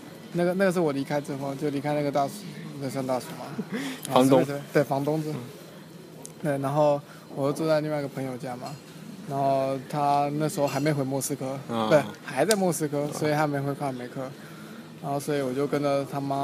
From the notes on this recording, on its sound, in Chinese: 这期节目时灰摩卡到现在为止，唯一一期在莫斯科以外录制的节目哦！当时我们一起在摩尔曼斯克旅行，在等待回莫斯科的飞机时。本期节目背影音乐，很有民族风。